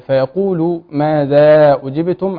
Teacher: عندي هنا في مد، نلاحظ المد يعني في بعض الناس يقول ماذا أجبتم بدون مد، فأنا عندي هنا مد منفصل حسب ما بنقرأ بالتوسط، فعندي مد أربع حركات أحافظ عليه